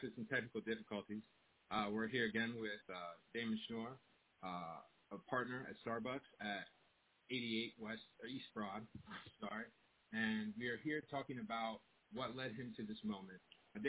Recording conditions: phone line